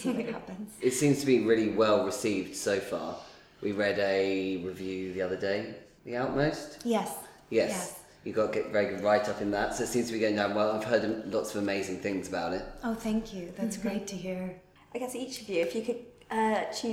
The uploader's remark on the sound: We're coming to you direct from the International Dublin Gay Theatre Festival where we're performing our show Bleach.